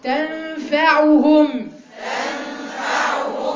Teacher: من الاخطاء الفادحه والمشهوره قوي في الايه هنا، ان العين بتتفتح تقولي تنفعهم، هي العين مضمومه. تنفعهم، تنفعهم.